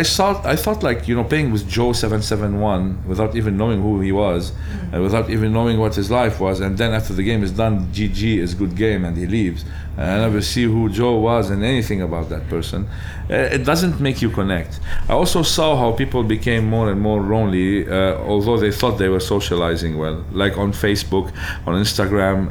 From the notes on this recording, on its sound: recorded at his board game cafe On Board